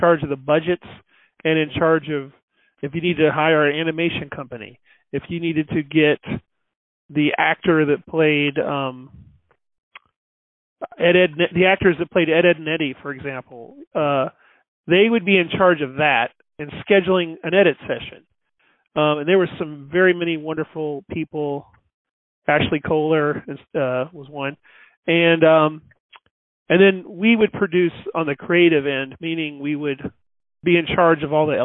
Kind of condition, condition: link, phone line